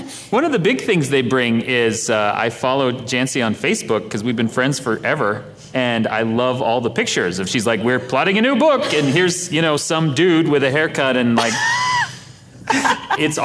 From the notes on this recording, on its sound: this episode was recorded live at NASFIC